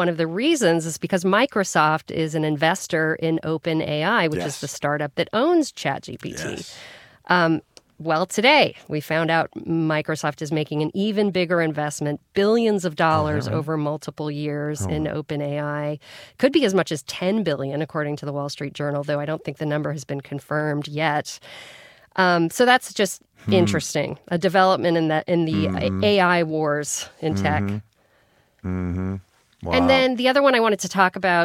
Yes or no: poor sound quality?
no